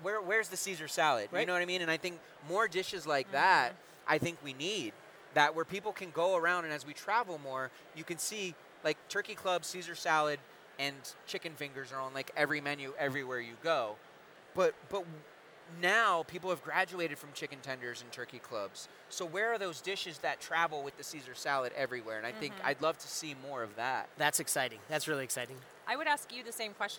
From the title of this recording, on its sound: Live from The Shamrock Foods EXPO